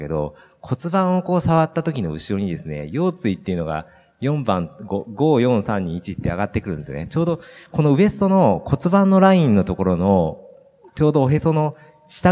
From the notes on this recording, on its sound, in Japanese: 北海道「丘のまち びえい宮様国際スキーマラソン」大会終了後公開収録にて対談をさせていただきました。